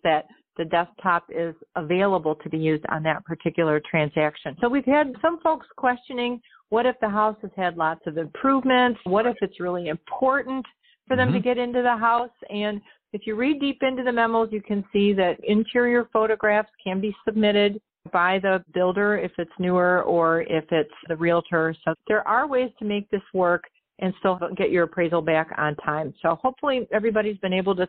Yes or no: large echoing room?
no